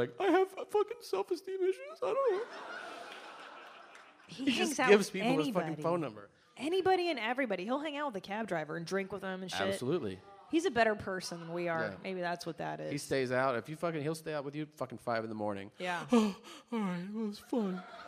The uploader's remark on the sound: Live From Brooklyn. There's nothing quite like a LIVE Mom in front of other Mom's, knawmean?